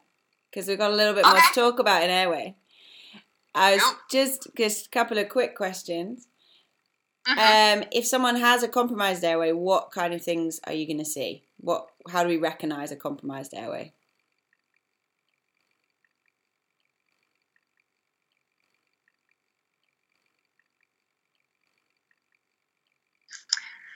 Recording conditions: poor sound quality